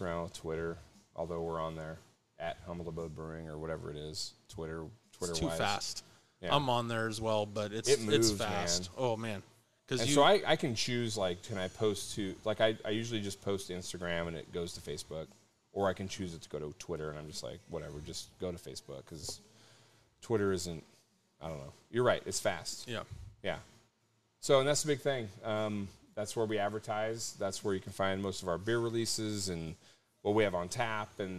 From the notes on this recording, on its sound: Had a great show on location at Humble Abode. 1620 E Houston Ave Suite 800, Spokane, WA 99217.